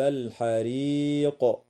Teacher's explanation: الوقف عليها من قبيل الوقف الكافي مع وجوب القلقلة في القاف وقفا